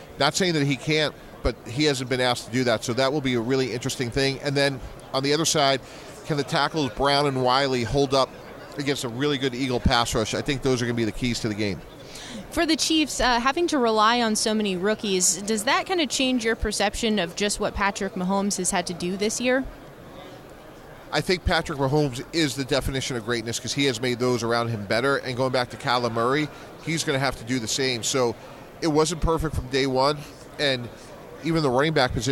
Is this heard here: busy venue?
yes